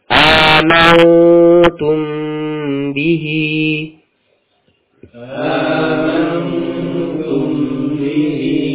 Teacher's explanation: Ya, ditahan, ya, pada amantum. Nun di sini bertemu dengan huruf ta. Ya, maka nun dimasukkan atau dilebur, ya, dibaca dengan samar. Amantum, bukan amantum, ya, tapi langsung masuk ke persiapan ke huruf ta. · Term: Ghunnah kamilah